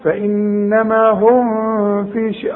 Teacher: وان تولوا فانما، النون جات لك اهي لازم تغنها، فانما هم، هم كلها مرققة، الميم ساكنة لازم تظهرها